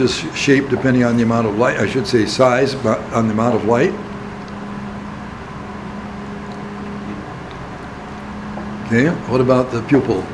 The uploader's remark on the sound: Recording of discussion with the class on the midterm.